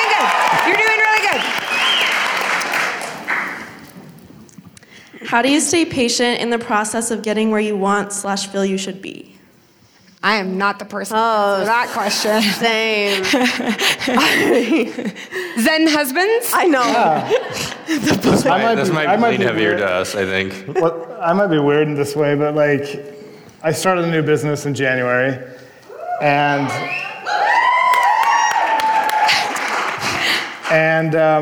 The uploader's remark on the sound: LIVE PODCAST TOUR PHOENIX